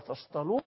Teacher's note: طيب القرآن ما قالش بقى لأن هم بردانين جدا ولأن لا، هو جاء بكلمة تعبر عن كل ده وبحرف واحد يسوق كل هذه المعاني، وهو أنه حول التاء، تاء الافتعال، إلى الطاء المفخمة